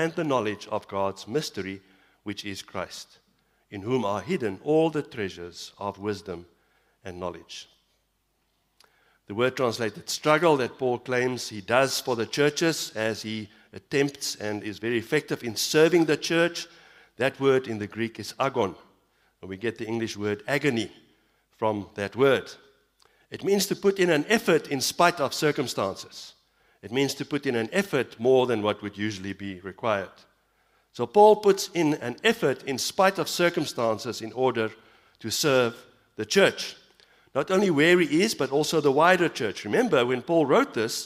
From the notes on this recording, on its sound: Evening Worship Service - 18 September 2022